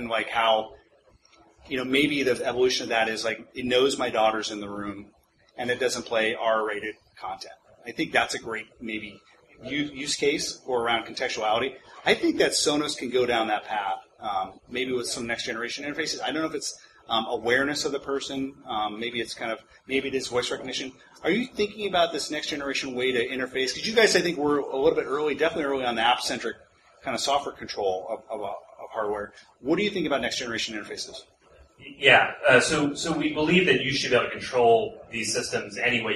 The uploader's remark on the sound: This is a recording of the Smart Home Show Live, which was recorded on November 19th at the Target Open House smart home concept store in San Francisco.